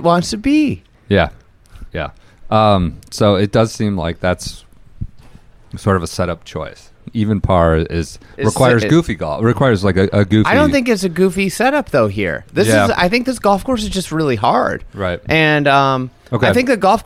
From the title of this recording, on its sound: Friday at the U.S. Open from the Precision Pro House in Boston